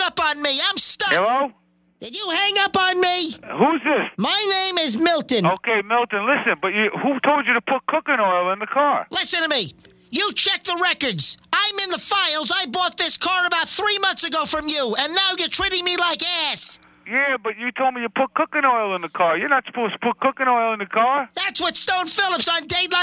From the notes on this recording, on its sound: …'s Personal Prank Phone Calls Collection.